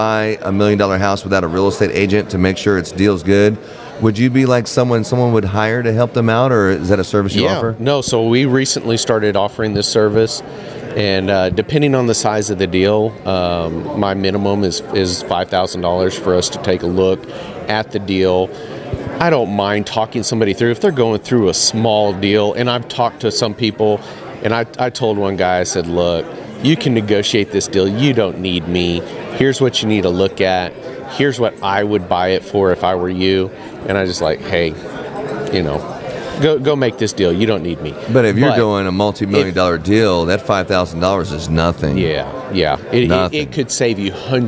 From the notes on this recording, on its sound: recording LIVE from Las Vegas